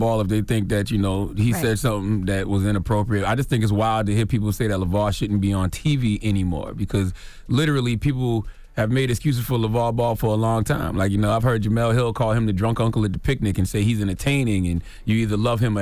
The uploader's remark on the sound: we opened up the phone lines to see if our listeners thought